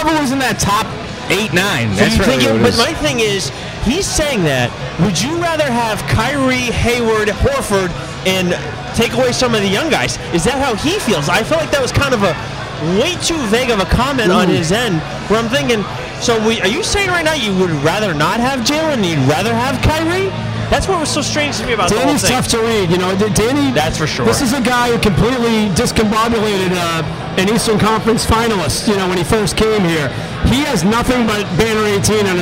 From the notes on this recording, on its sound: LIVE AT LORD HOBO BREWING